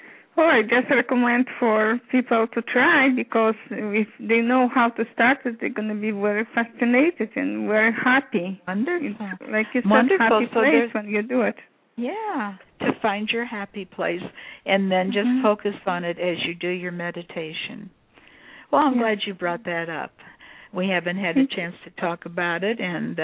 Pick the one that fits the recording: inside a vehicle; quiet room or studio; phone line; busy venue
phone line